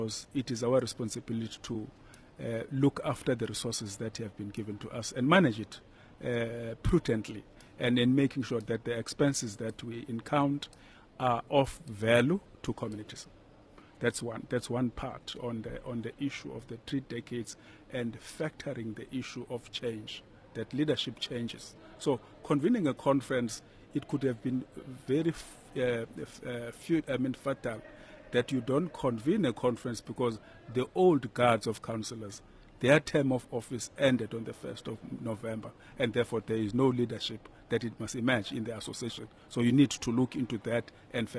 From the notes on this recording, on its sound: Stakeholders from municipalities, provincial and national government, the business sector as well as think tanks are convening here in Cape Town this week for SALGA’s National Conference where we will be broadcasting from over the next few days.